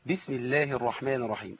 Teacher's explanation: احنا اتفقنا ان السين من الحروف اللي بيجري فيها الصوت لانها مش من الحروف اللي ما بيجريش فيها الصوت